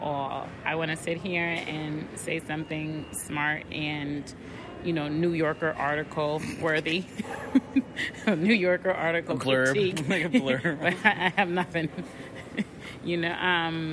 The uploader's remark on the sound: The duo set out for the streets of Upper West Side to record their thoughts before and after the film.